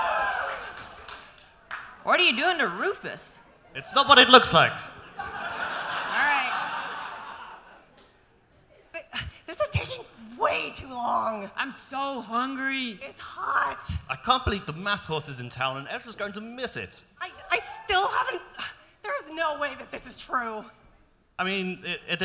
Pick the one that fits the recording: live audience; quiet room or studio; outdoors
live audience